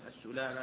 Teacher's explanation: بضم السين وتخفيف اللام وفتح الميم